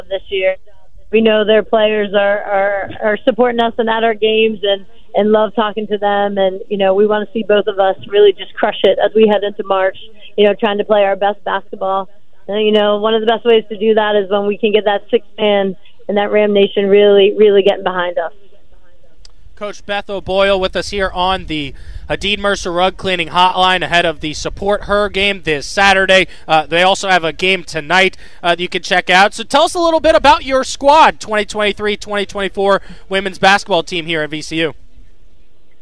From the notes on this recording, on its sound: broadcasted live from the VCU campus